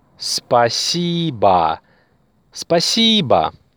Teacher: The stress is on the second syllable.